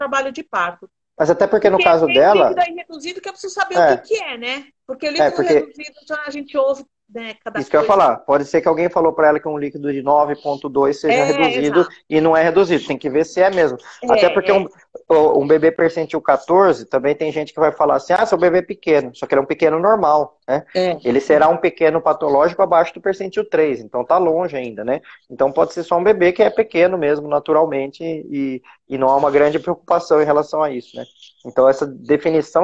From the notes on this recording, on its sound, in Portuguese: Essa live foi realizada no Instagram